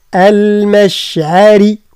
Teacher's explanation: المشعري كلها مرقة حتى الراء لأنها مكسورة